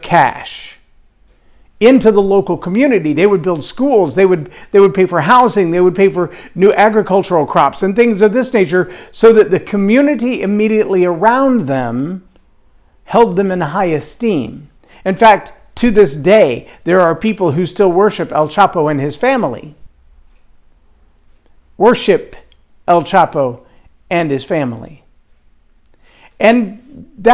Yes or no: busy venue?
no